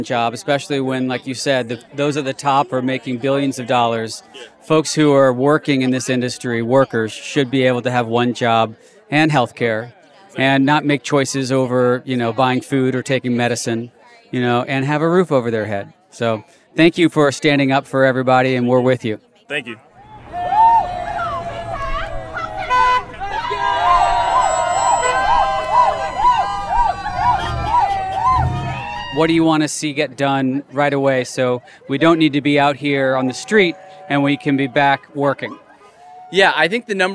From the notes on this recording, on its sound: Live from the Picket Line. Recorded voices from the picket line.